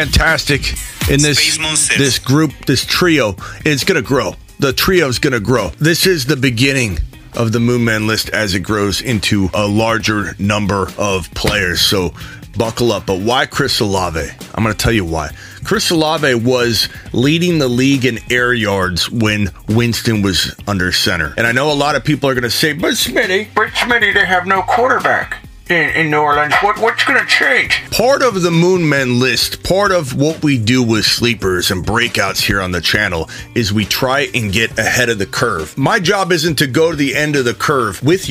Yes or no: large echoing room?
no